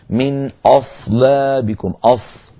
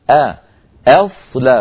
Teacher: فلا بد من الانتباه ألا تتأثر الهمزة وهي مرققة بمجاورتها للصاد · Shown in: second take · Term: همزة مرققة